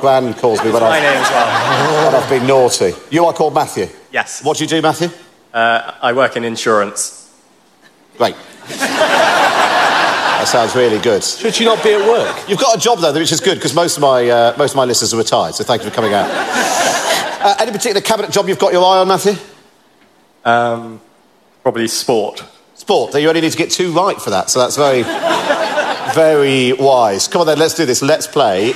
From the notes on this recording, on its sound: Live at the Cheltenham Literature Festival